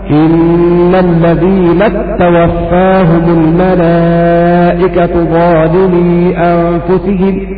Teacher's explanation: البزي عن ابن كثير قرأ أيضا قوله تعالى: إن الذين توفاهم الملائكة ظالمي أنفسهم، بتشديد التاء